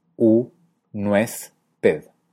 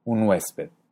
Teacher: Es decir, si dividiéramos en sílabas lo que dice, ella dice u, nuez, ped, donde la n es clara, pero se pasa a la siguiente sílaba